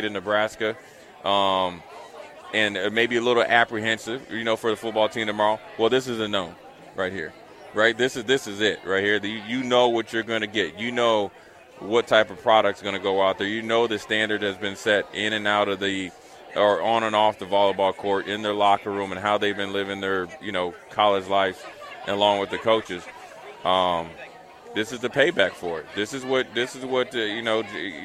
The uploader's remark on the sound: LIVE from Berry's (Volleyball Day In Nebraska)